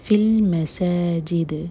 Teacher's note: دال پر سکون لگا کر رکھیں گے تو دال پر قلقلہ ہوگا، دال کے مخرج کو ٹچ کریں گے اور باؤنس کریں گے